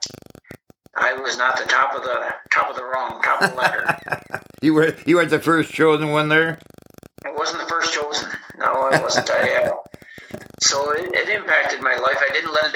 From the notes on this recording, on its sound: I apologize for the sound quality... it's worth listening to... just do your best to overlook the static on this episode and smile.